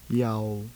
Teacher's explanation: Next, the high rising tone.